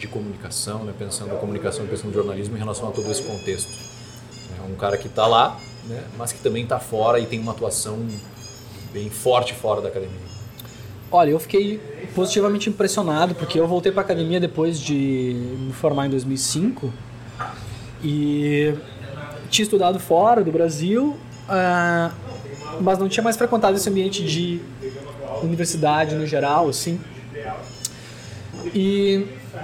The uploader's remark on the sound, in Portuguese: O bate-papo foi gravado no Café do Duque, no Centro Histórico de Porto Alegre.